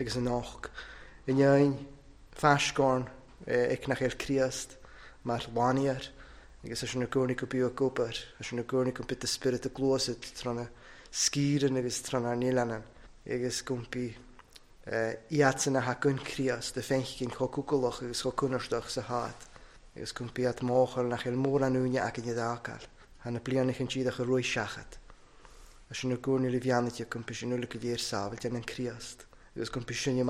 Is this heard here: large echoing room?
yes